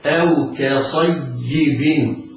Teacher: ك، القارئ عليه أن يحترز من نطق الكاف قافا لوقوع الصاد بعدها، أو يفخمها فتصير قافا. لا، الكاف مرققة بعدها الصاد مفخمة مفتوحة مفخمة. أو كصا، أو كصا بعدها ياء مشددة مرققة.